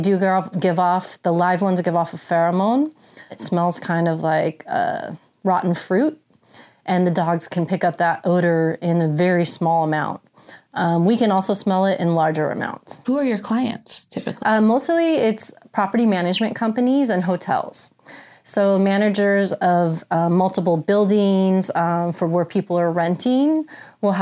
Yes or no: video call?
no